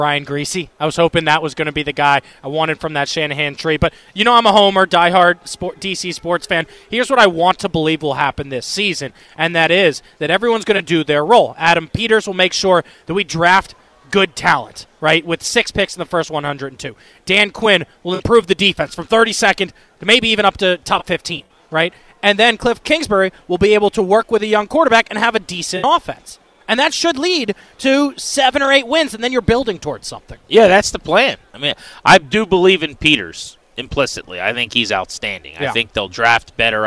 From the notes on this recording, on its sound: The conversation continues as we get more callers. Live from Radio Row.